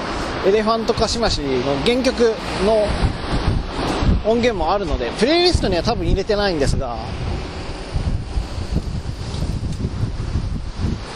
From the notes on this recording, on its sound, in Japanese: 自転車に乗って移動しながら。やっぱり聞きにくいので。